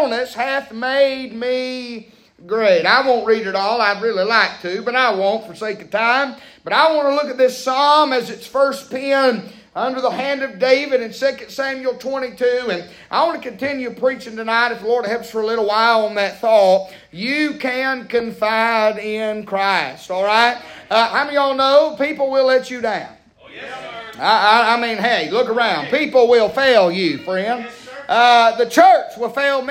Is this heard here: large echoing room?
yes